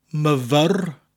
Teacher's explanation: You'll notice we have an R sound, a rolling R, myfyr, and an O sound which comes from the W in the word.